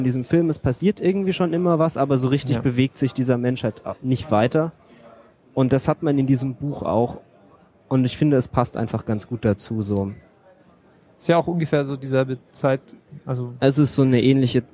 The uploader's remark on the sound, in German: dieser auf dem 30C3 aufgezeichneten Sendung